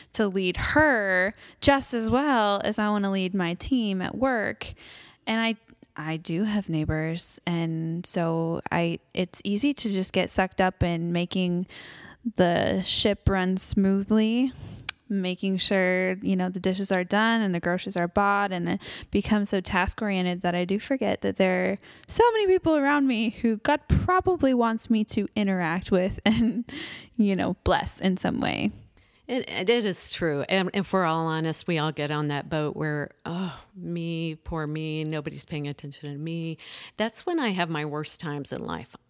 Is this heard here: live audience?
no